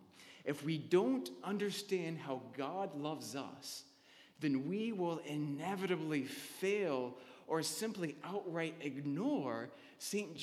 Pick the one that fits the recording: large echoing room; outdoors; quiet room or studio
large echoing room